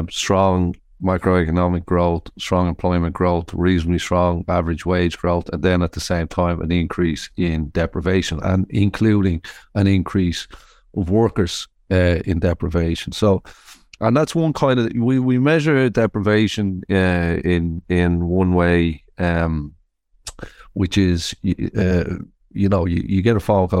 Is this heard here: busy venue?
no